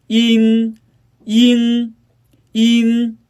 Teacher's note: 嘿，大家好，今天我们来练习前鼻音韵母音。音发音时呢，起点元音是前高不元纯元音，一，舌尖抵住下齿背，软腭上升，关闭鼻腔通路，从舌尾最高的前元音，一开始，舌面升高，舌面前部抵住硬腭前部，当两者将要接触时，软腭下降，打开鼻腔通路，紧接着蛇面前部与硬腭前部闭合，使它在口腔受到阻碍的气流从鼻腔透出，开口度几乎没有变化，舌位移动很小 · IPA: [in]